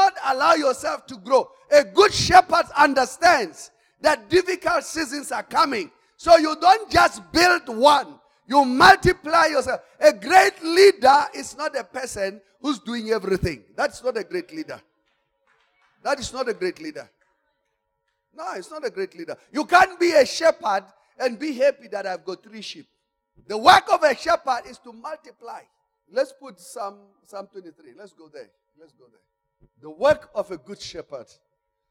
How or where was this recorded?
large echoing room